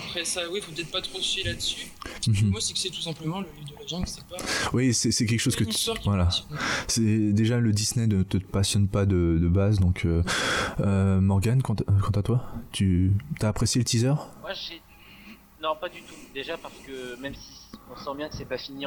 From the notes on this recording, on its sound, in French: Nous avons eu un gros problème d’enregistrement de ce fait la qualité sonore n’est pas la meilleure qui soit.